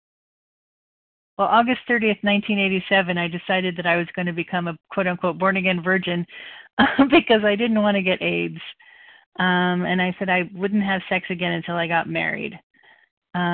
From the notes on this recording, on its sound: from the 100 Pounders Phone Meeting, 5/2/23